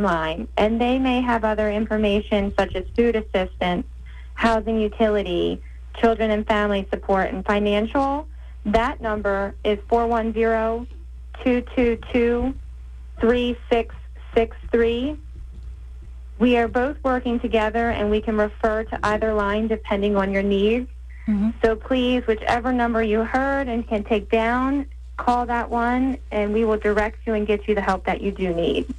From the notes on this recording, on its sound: WNAV News Director. Has in studio part-time WNAV news anchor. Our guest, via phone.